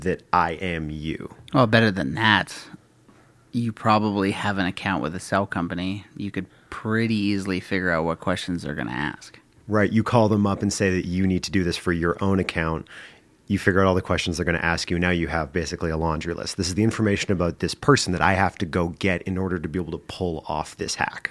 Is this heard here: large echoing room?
no